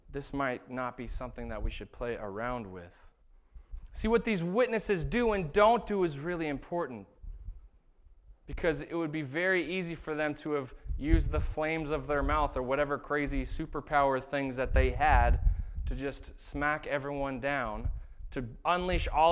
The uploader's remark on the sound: This was the sermon that was preached at Shelton Church of the Nazarene on August 25th, 2019